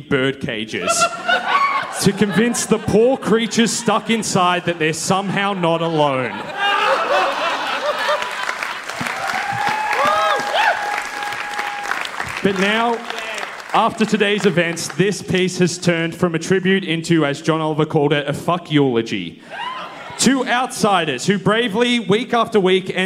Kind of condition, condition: setting, live audience